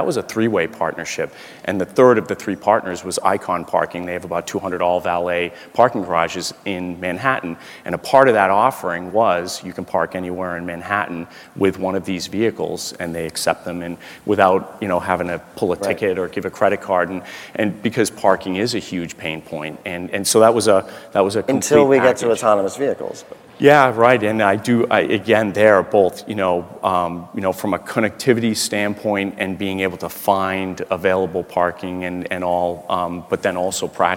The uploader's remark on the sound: The best of live interviews from GreenBiz events.